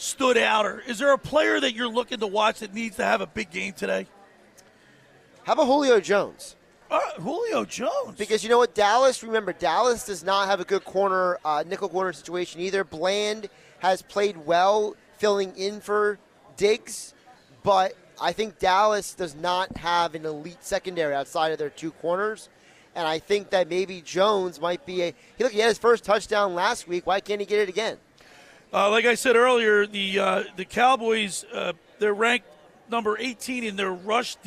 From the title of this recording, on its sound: Sunday's Live Broadcast at the Caesars Sports Book inside the Tropicana